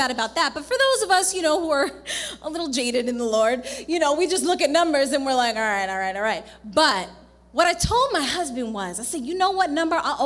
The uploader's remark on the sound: This sermon was recorded live at The Sanctuary Fellowship, 1469 St. Peters Avenue, Bronx, NY.